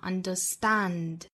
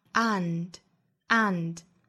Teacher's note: 在英音之中读成 and,也就是英音之中的梅花 a,上下开口度会更大